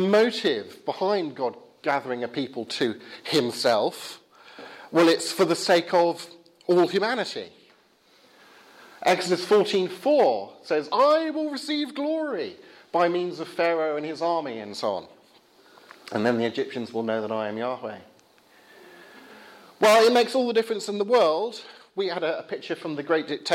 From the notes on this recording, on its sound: Talk from the 'Reasonable Faith?' meeting at Highfield Church, Southampton, 7th Feb 2016.